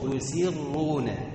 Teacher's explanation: ما تقولش يسرون بالصاد، ما تفخمش السين